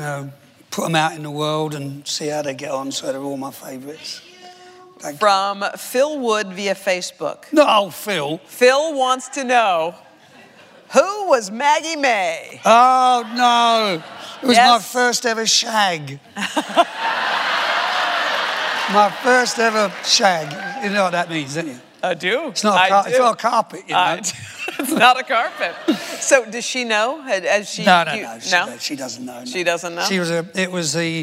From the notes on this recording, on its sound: Recorded on October 29, 2015 in front of a live audience. In front of a live audience at New York's 92nd Street Y.